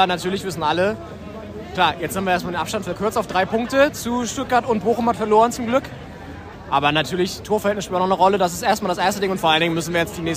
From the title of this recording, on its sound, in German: Live-Reportage aus dem Berliner Olympiastadion